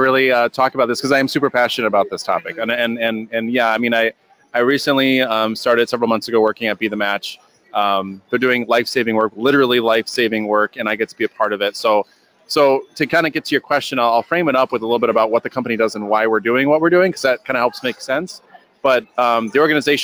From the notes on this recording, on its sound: LIVE from Social Media Strategies Summit 2018 in Chicago. The Influence Factory is a LIVE webcast.